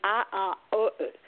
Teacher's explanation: they didn't get the W in want, and they didn't get the K in cookie · Term: deletion of initial consonants